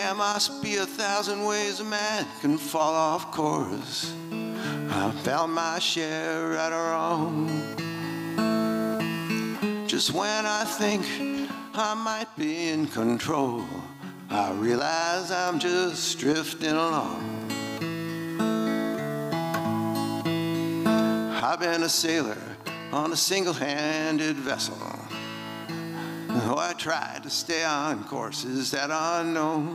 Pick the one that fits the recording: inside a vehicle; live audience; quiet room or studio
live audience